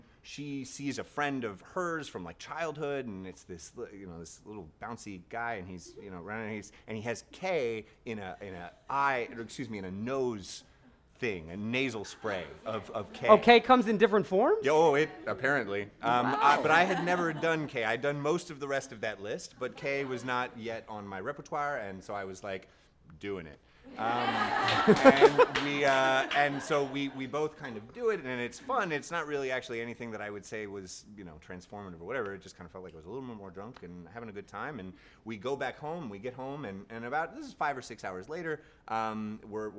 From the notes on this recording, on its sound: Recorded at the touchpoint town hall in NYC on September 11, 2018 at The Assemblage Nomad.